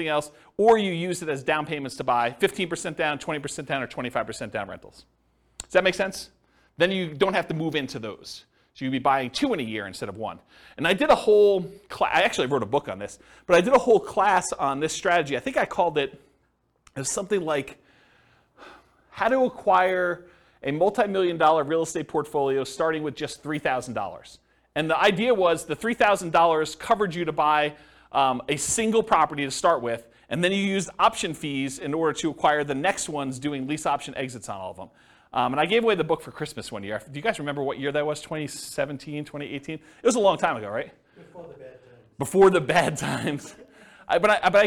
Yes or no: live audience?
yes